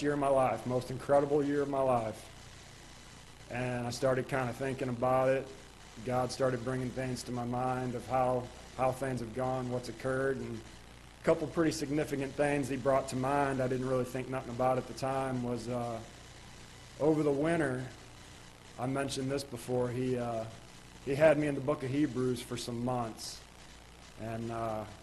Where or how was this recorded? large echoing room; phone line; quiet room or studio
large echoing room